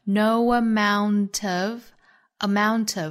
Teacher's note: no 和 amount 连读带出小的 w